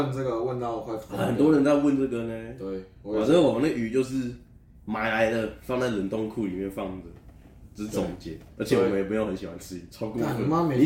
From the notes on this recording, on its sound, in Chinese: 這集的錄音設備還沒有跟上所以雜音較多